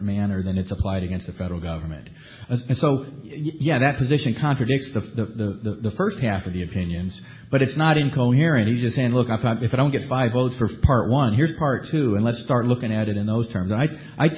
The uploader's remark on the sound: The Federalist Society's Federalism & Separation of Powers Practice Group presented this panel discussion at the 2007 Annual National Lawyers Convention on November 15, 2007.